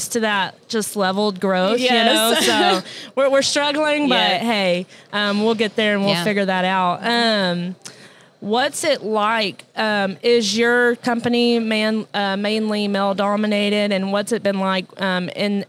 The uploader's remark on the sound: NATDA Live Episode. Episode recorded at NATDA!